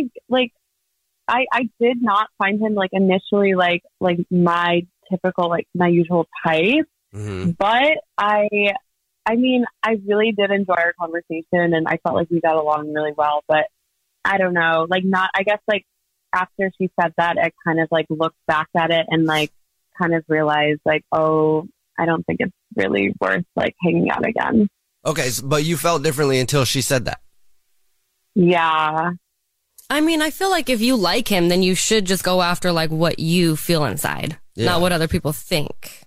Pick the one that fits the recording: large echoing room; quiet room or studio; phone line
phone line